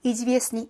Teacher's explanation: 이즈비에스뜨니가 아니라 때가 묵음인 상태로 이즈비에스니라고 발음을 합니다